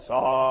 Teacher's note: وهو وسطه حرف من حروف المد الآليف، ثم تنظر إلى آخره، هل هو ساكن؟ نعم ساكن، صاد. إذن لا بد من أن تمده مدا مشبعا